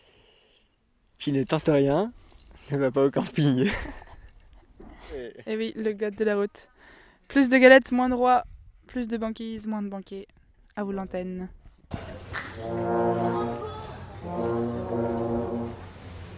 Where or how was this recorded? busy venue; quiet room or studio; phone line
busy venue